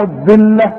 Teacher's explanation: الذلة طلع لسانك واللام مرققة